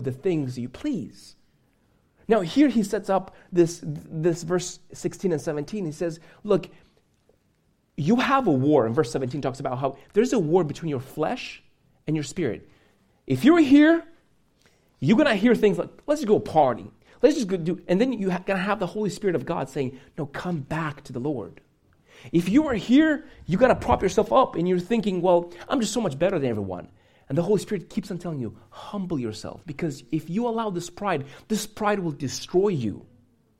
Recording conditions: large echoing room